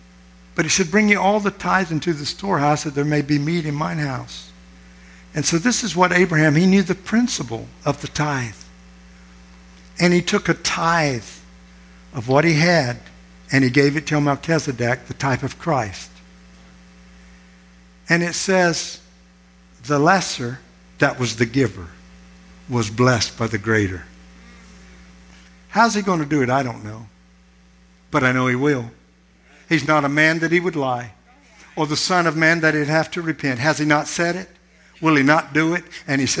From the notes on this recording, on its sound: This sermon was recorded at Family Worship Center in Florence, SC on Sunday, August 13, 2023.